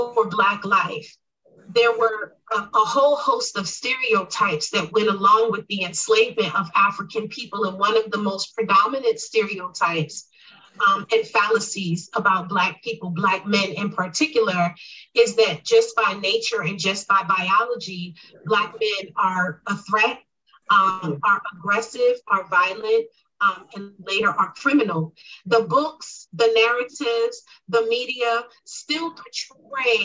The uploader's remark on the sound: A Virtual Community Townhall